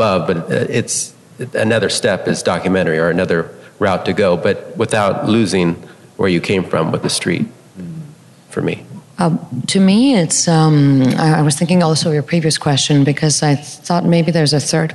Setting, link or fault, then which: setting, live audience